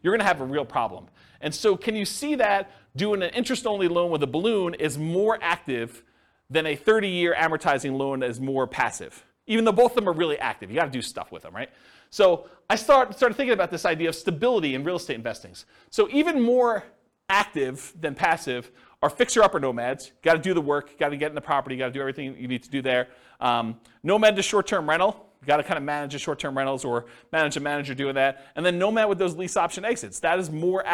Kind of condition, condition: setting, live audience